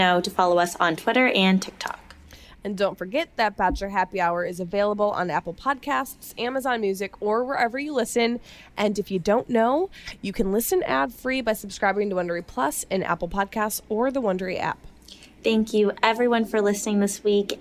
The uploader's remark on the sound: LIVE from ‘Women Tell All,’.